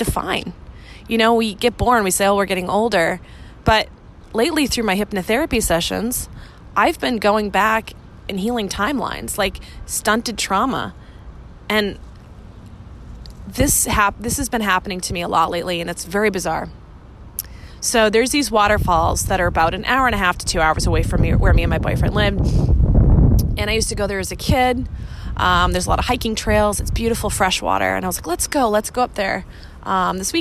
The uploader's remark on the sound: I’ve been traveling all week and away from my podcast studio so this weeks’ solo episode is random thoughts I recorded from a park in Boston.